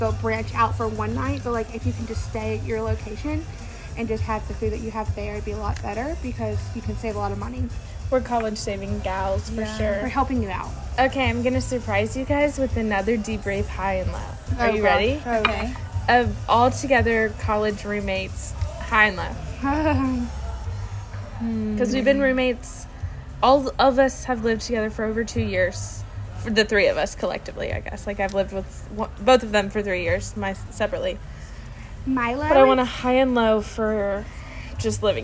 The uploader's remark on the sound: Live from the Ship